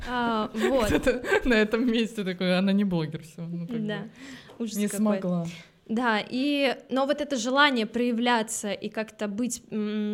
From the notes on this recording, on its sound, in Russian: Этот выпуск мы записали на открытой встрече, которая прошла 18 декабря. Вместе с гостями студии.